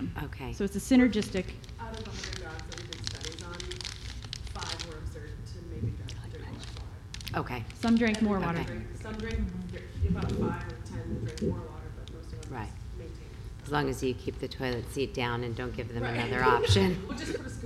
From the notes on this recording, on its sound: BARK YOUR BIZ Live at Global Pet Expo.